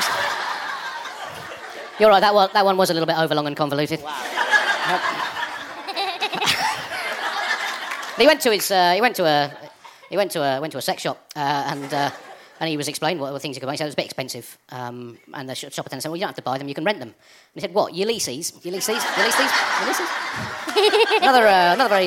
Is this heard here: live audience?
yes